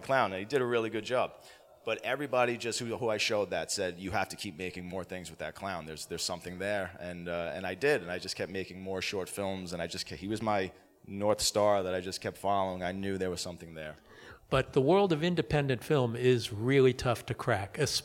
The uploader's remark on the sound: LIVE from the 2023 Days of the Dead horror festival in Los Angeles CA